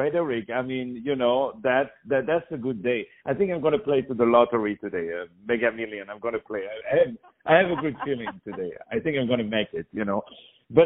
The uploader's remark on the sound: On the phone